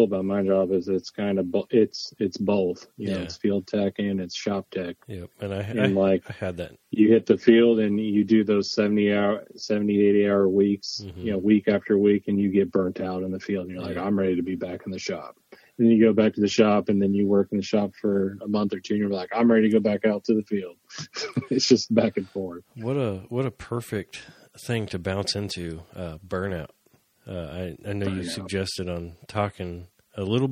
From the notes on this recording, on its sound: joined over the phone